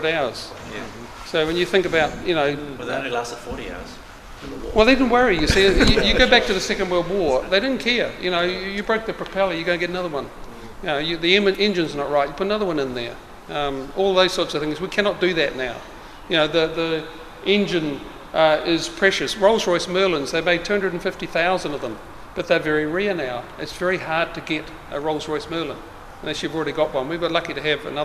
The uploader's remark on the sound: Forum Meet At Biggin Hill Hangar RNZAF Base Ohakea 2012. This is a recording of the really fascinating talk.